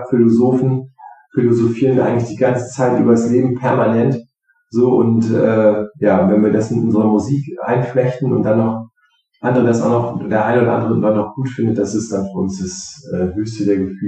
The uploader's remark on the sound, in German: Sorry für die nicht so gute Tonqualität, manchmal steckt man nicht im Detail!